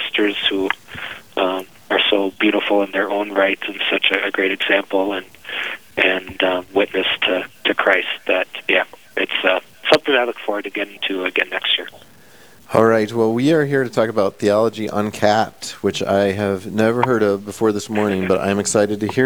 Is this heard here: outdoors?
no